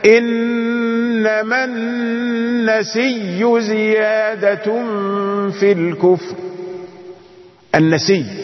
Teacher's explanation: النسيء آخرها همزة، أبدل هذه الهمزة واوا ياء، فاجتمعت ياءان فأدغم الياء في الياء فأصبحت مشددة النسي